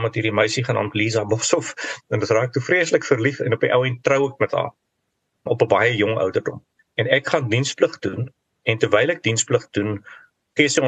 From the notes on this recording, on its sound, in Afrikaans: vanuit sy huis in Nieu-Seeland via Zoom